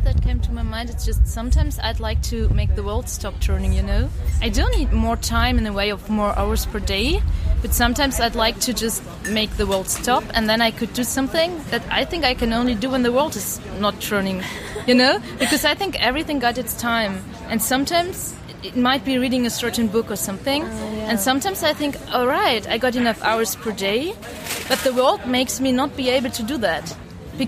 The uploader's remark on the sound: It was a windy day, be aware of the noise!